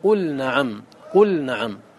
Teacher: اللام مع النون إذا جاءت كلام ساكنة وبعدها نون وسكون اللام عارض فعروض السكون مانع من أن تدغم اللام